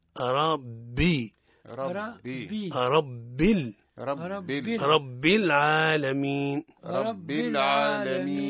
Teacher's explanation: الصواب ربي مرقق الباء ومشددة ومكسورة